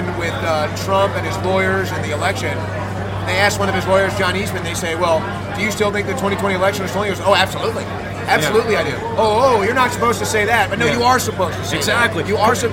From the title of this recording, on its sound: Live From The Reawaken America Tour!